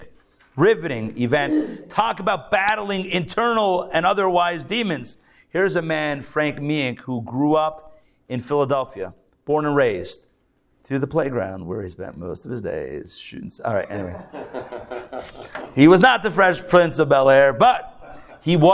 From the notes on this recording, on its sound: Recorded live at The Torah Center ATL